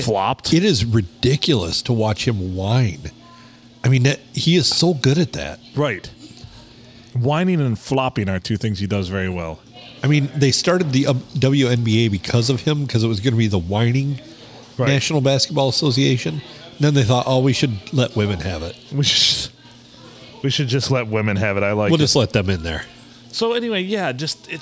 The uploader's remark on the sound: We recorded this gem at the Blue Water Sports Bar in lovely Port Sanilac.